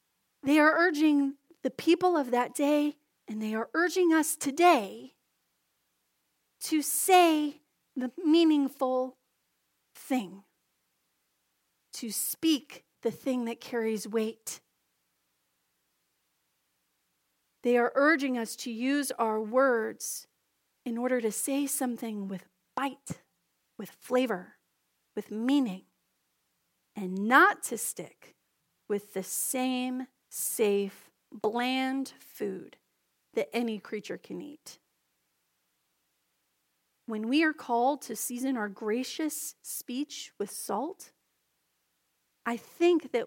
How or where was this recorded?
large echoing room